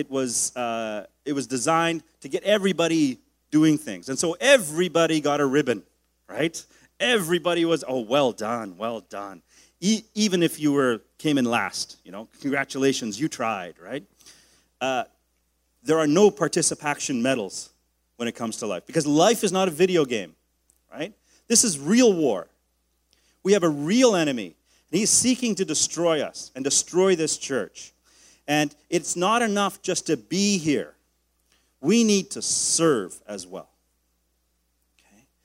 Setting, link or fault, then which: setting, large echoing room